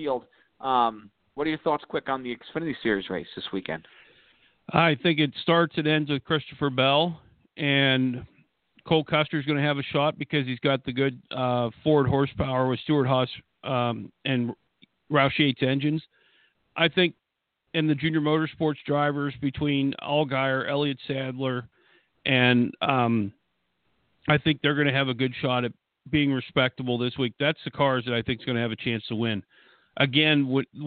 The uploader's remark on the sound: we'll take your phone calls